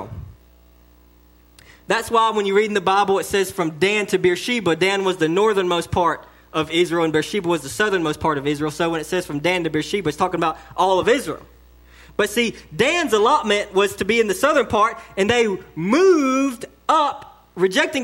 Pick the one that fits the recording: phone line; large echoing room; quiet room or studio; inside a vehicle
large echoing room